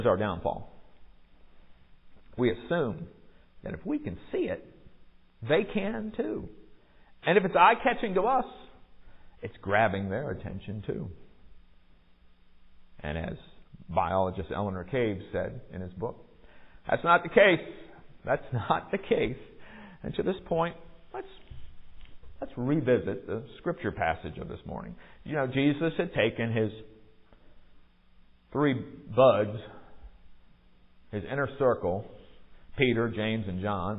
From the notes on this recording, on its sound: Recorded at MPPC on Sunday, February 19, 2023